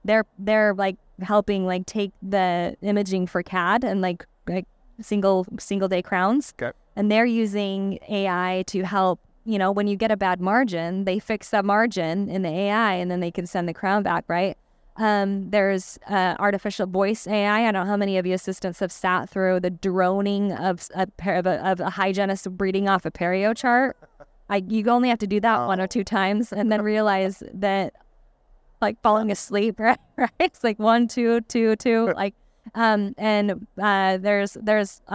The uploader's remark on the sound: recorded during SmileCon in Orlando, Fla.